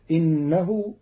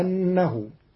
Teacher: قرأ قالون كلمة إنه بفتح الهمزة، فتصير ندعوه أنه · Shown in: second take